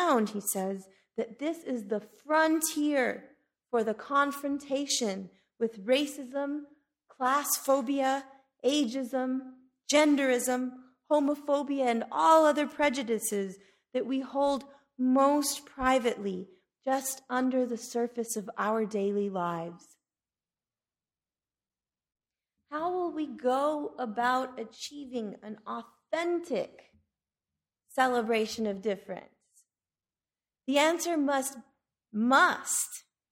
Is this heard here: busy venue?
no